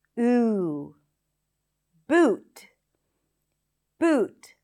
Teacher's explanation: Back vowels. The high back vowel is a tense oo sound.